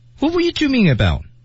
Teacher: Were 这个词往往在句子当中啊，它要怎么样保持它基本特征，但是要压缩一下它的发音的长度啊